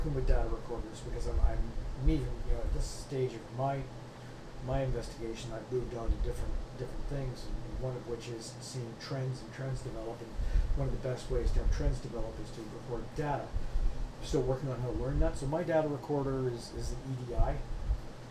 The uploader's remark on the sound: Audio is a little poor for some reason may need to turn it up